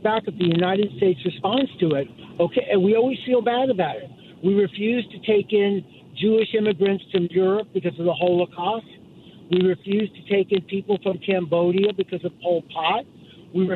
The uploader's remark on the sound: open phone Friday taking calls on any topic